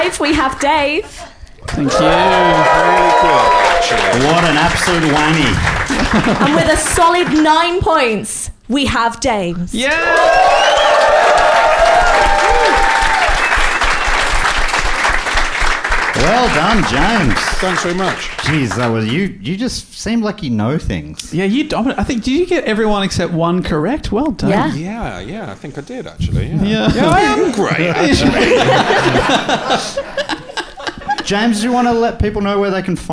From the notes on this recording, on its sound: Recorded live at the Comedy Box in Bristol, UK!